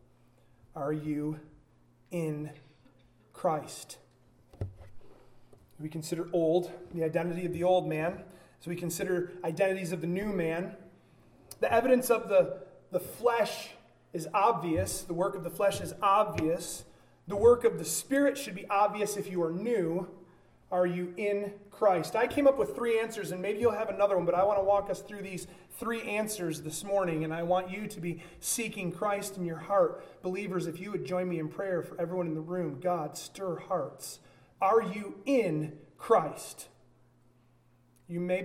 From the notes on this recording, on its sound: a sermon delivered at Byron Baptist Church, during a joined gathering